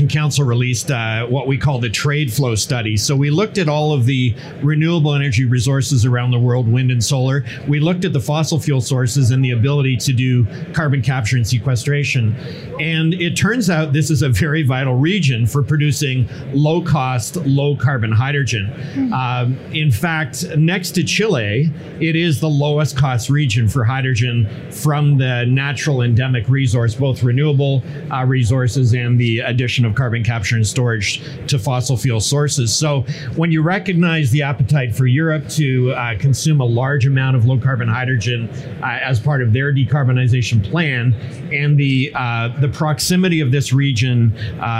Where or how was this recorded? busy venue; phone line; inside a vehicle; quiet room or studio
busy venue